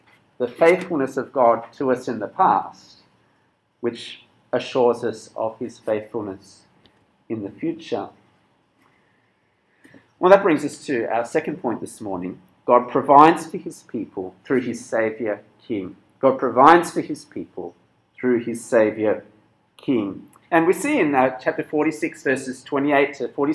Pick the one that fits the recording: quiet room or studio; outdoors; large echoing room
large echoing room